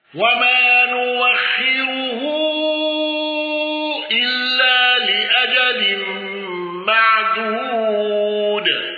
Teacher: الأصفهاني بقصر المنفصل وإبدال الهمس